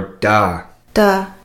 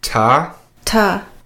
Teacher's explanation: if the T is followed by a vowel, it'll be a da sound. And if it's followed by consonants, it'll be a T. A ta sound.